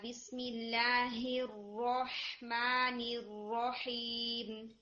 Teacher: بسملہ میں جیسے جب آپ نے پڑھا نا بسم اللہ الرحمن، تو یہ جو را فتحہ والا ہے یہ آپ کا لائٹ ہو رہا تھا، ہے راہ را کی ساؤنڈ آ رہی تھی، اس کو ہم مزید ہیوی کریں گے